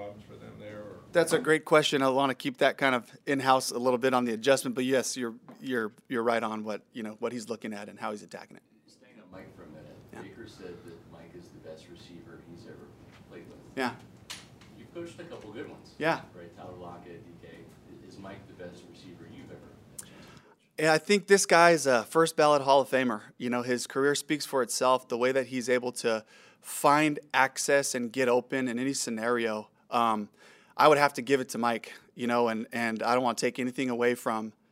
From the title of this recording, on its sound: Press Conference